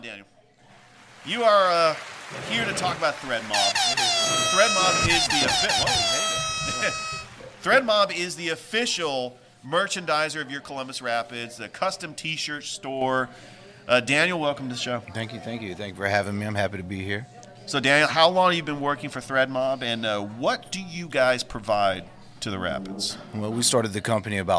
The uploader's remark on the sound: Live from Ivy Park Sports Bar and Grill